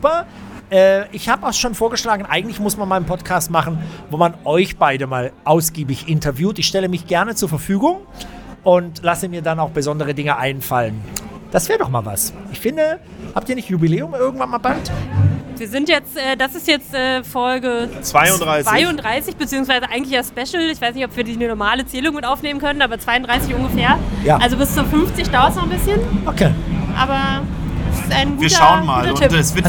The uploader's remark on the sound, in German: LIVEFOLGE von der Christmasavenue. Der Schöneberg Podcast Live! Waren live auf der Christmas Avenue und haben dort eine spannende Podcastfolge.